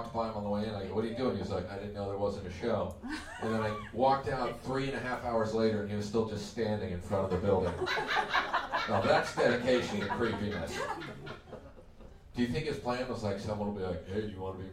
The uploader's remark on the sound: We're live in The Belly Room for Netflix Is A Joke: The Festival and we have a jam-packed show.